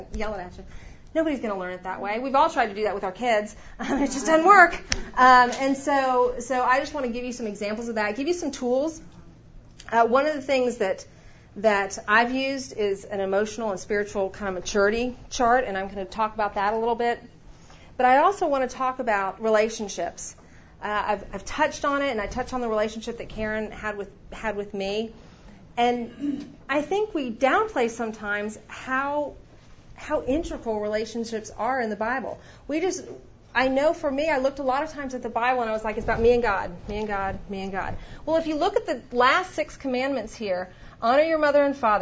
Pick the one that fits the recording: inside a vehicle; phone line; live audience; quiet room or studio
live audience